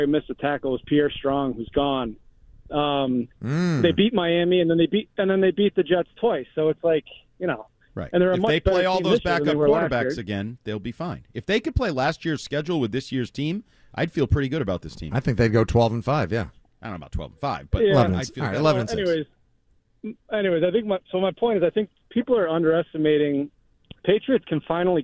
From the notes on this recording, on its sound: Listeners call in.